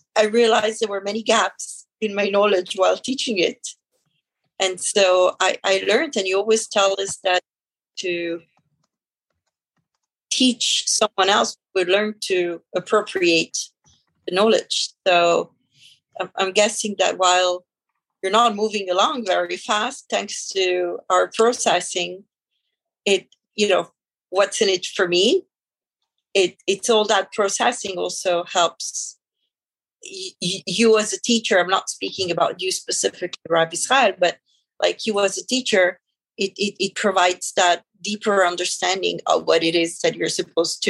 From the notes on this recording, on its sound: Thursday Morning Class. On ZOOM.